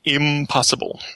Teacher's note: The place can assimilate, and again, that's nasals, where your N turns into an M before any bilabial · Term: nasal assimilation